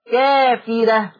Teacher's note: والراء مرققة في كلمة كافرة